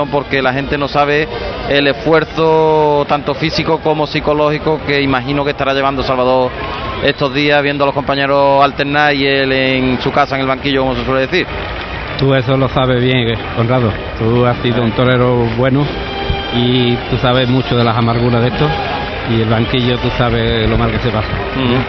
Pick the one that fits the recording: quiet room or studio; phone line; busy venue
busy venue